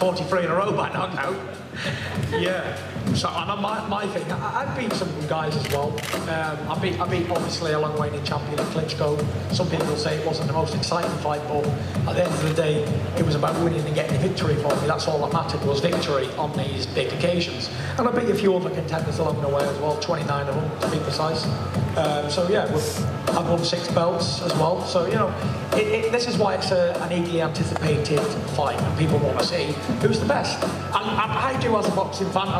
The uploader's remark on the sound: FULL PRESS CONFERENCE | Los Angeles.